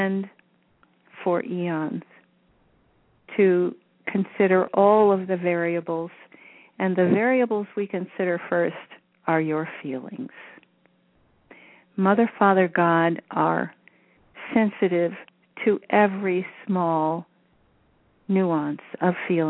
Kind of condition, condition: link, phone line